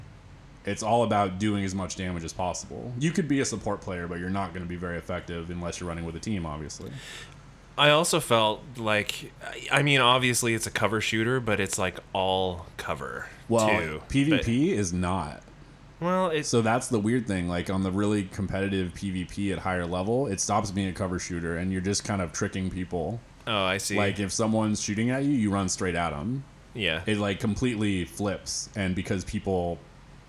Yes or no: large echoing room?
no